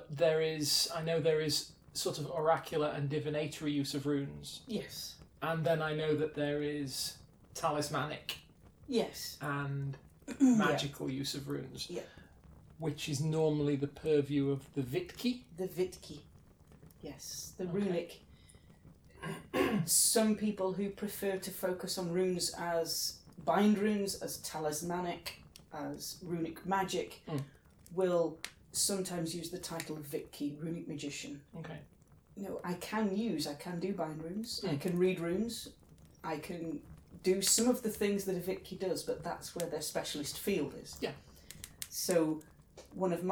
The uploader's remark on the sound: Background fire ambience